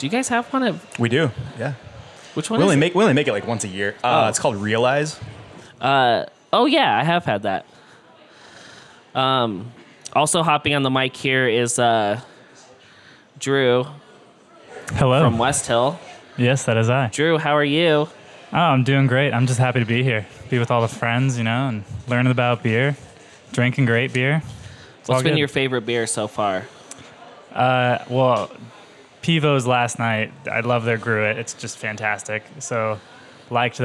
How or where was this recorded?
busy venue